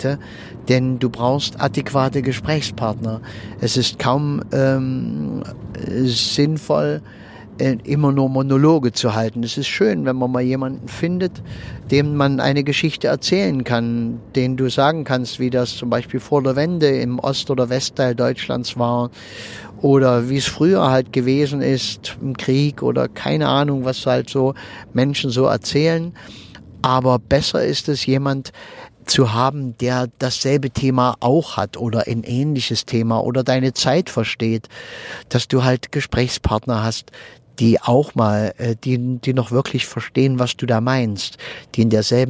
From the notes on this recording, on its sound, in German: Und wenn ich mit meinem Aufnahmegerät am Straßenrand im Auto sitze, wenn ich während der Autofahrt aufnehme oder sonst irgendwie, dann ist die Aufnahmequalität etwas gemindert.